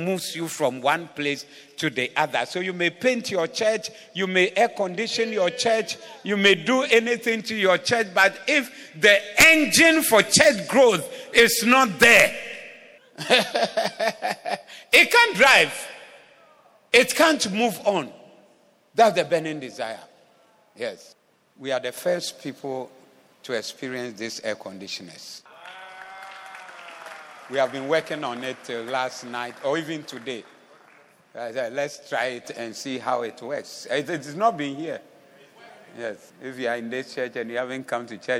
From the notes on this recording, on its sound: Preached at AOM Day 1, Evening Session